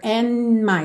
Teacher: Aqui o D de and já soa bem pouco, porque do N pro M já é mais fácil. And my, já tô fechando os lábios ali, né?